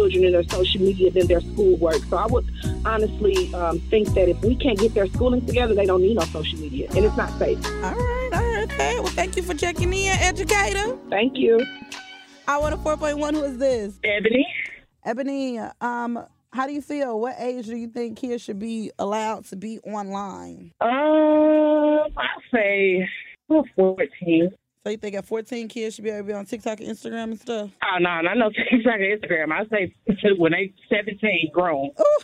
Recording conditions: phone line